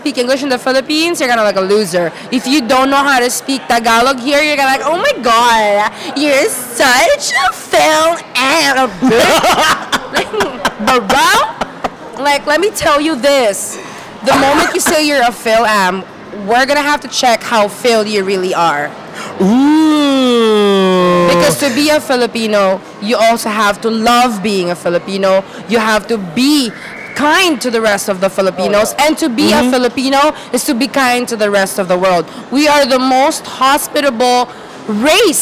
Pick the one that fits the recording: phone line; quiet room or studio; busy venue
busy venue